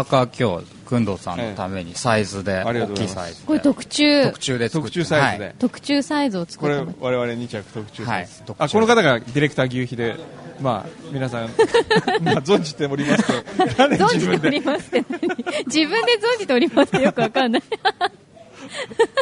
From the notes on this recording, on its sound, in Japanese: HUMOR MARKET by A-net MARK IS みなとみらい店 ！スタジオを飛び出し公開収録を行いました。